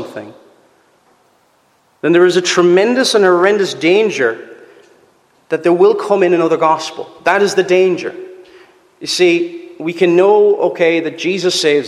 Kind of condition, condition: setting, large echoing room